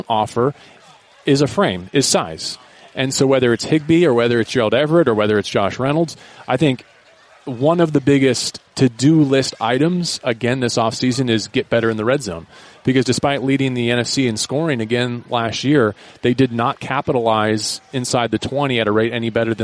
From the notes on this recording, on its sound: live from Rams training camp.